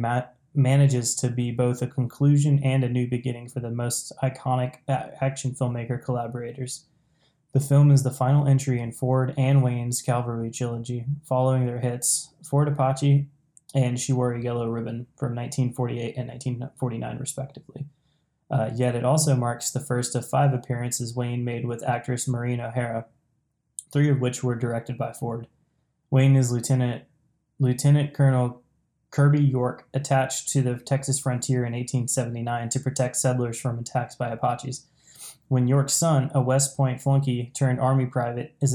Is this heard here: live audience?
no